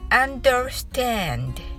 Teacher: は Don't はできません Understand は理解するです私は理解することができませんですね Understand の真ん中にある R は巻き舌です巻いた舌先は上顎にはつけませんつまり「だ」の音ははっきりとは聞こえないことになりますまた最後の「d」の音は「ど」とは発音せずに息だけを出してください